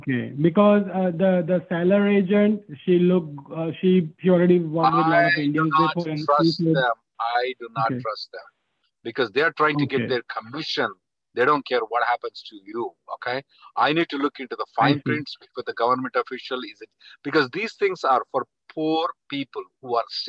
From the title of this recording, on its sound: Conference Call May 2nd 2023